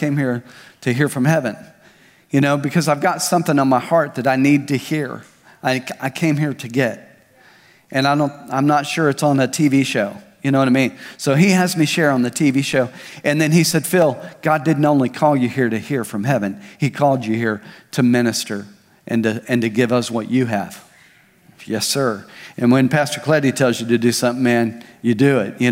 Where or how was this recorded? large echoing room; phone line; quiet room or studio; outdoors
large echoing room